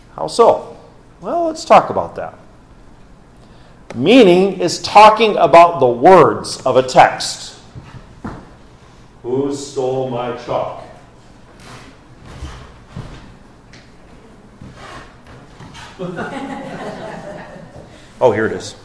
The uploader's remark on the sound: This message given on Reformation Sunday. During Orwell Bible Church's morning service, October 30, 2022.